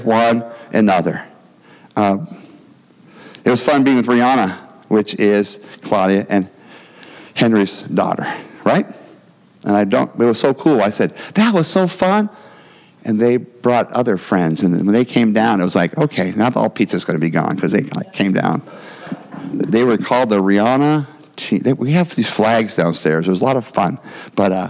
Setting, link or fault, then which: setting, large echoing room